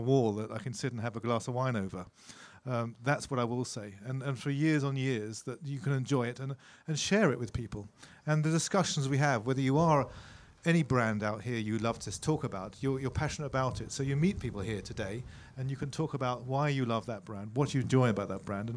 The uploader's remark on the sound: This special ‘al fresco’ episode of the podcast. Recorded at Hampton Court Palace at the annual Concours of Elegance car show.